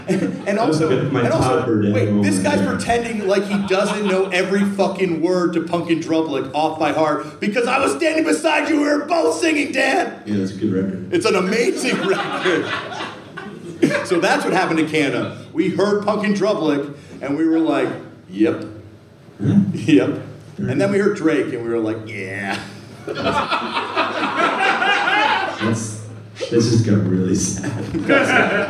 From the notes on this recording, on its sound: TURNED OUT A PUNK LIVE IN PHILLY. Let’s do it Philly Style as the Turned Out A Punk Live tour rolls into Hostile City USA!